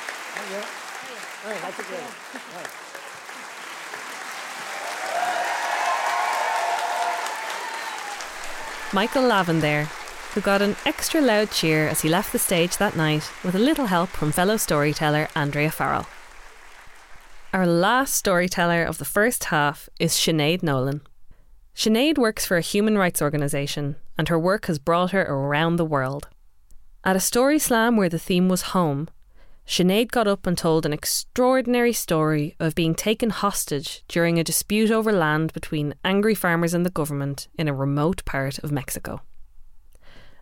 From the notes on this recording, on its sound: Recorded live at The Abbey Theatre.